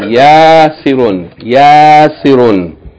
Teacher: A long vowel, short vowel, tanween. Again. Yasirun. The first syllable is long.